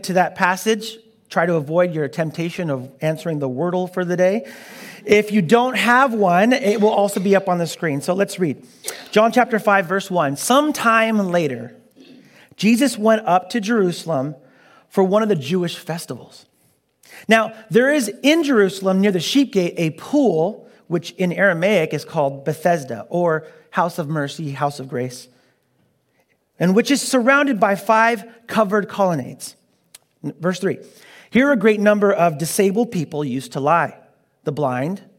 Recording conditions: large echoing room